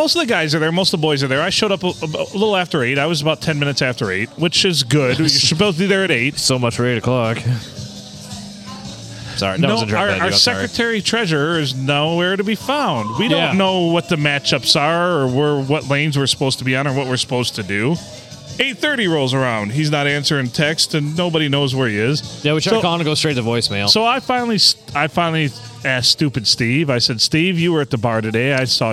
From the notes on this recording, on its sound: we record on a Monday from Bench Warmers in Sandusky